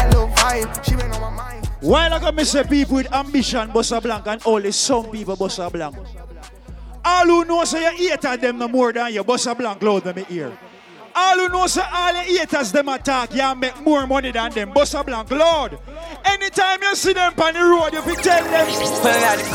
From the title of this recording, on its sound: PAN DI PLAZA LIVE AUDIO JAN 2020